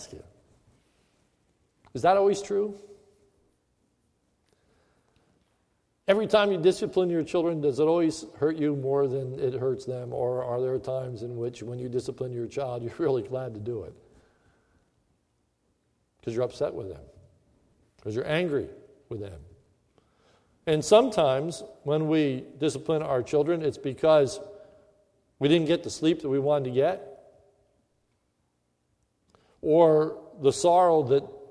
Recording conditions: large echoing room